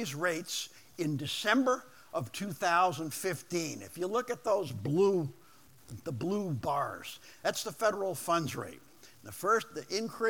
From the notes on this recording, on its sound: Business leaders from the Portland, Oregon metro region came together. This audio is from the entire two hour event.